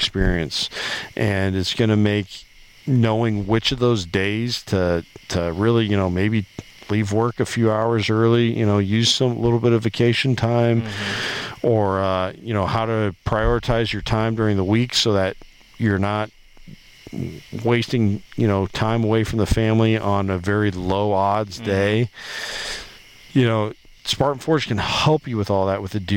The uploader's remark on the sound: LIVE Around The Campfire